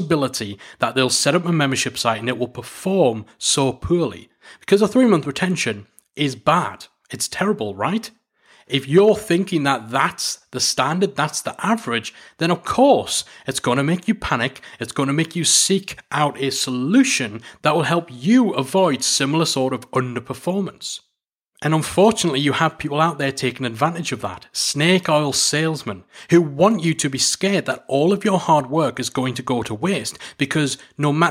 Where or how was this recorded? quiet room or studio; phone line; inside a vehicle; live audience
quiet room or studio